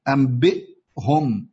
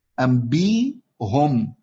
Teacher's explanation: أبدلنا الهمزة إلى ياء لأنها همزة ساكنة قبلها مكسور · Shown in: second take